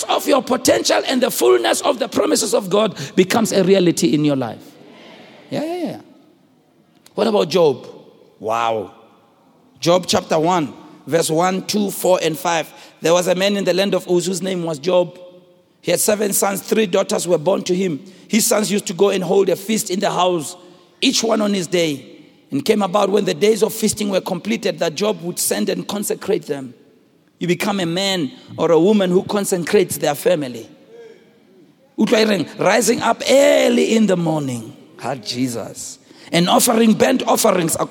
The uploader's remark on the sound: preached at Grace Bible Church Pimville on the 05th of November 2017